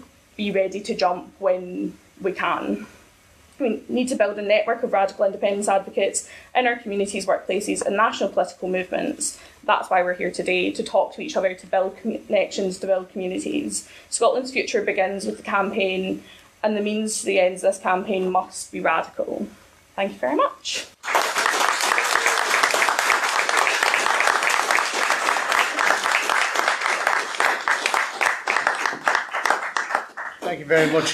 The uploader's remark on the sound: Highlights from the RIC conference held in October 2023